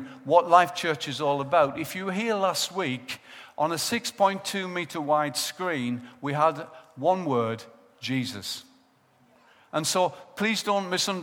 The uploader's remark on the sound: Recorded live at Life Church on Sunday 7th December 2014.